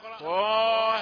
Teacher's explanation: طه حركتان حركتان، لا أحد يزيد ولا ينقص عن هذا · Term: مدا طبيعيا